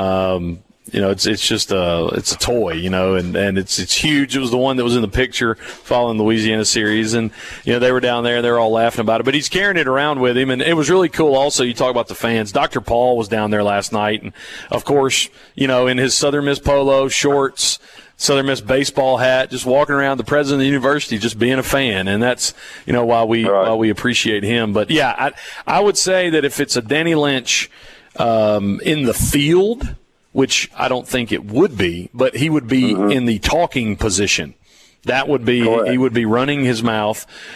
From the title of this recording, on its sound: Broadcasting from The Mississippi Armed Forces Museum at Camp Shelby